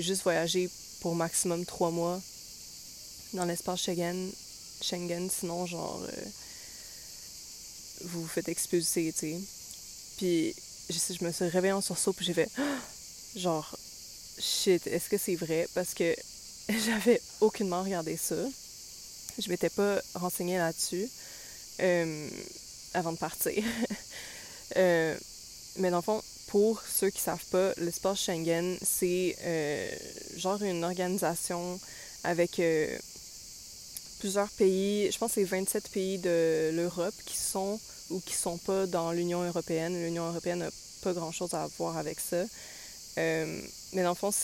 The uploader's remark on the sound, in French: Nous sommes désolées pour les bruits de fonds, elle enregistre dans un parc